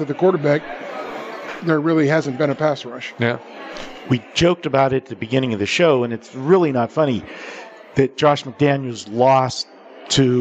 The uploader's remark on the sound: Live From The Westgate